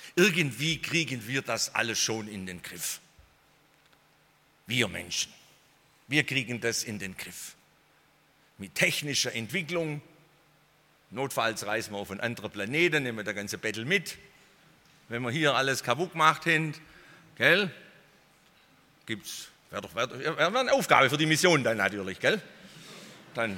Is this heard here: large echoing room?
yes